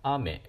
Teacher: 空から降ってくる方は雨なので高い低い高低っていう風になってるんですね雨で甘いやつは雨なので低高とこうなってるということですでこの例のようにあらゆる単語はあらゆる単語とい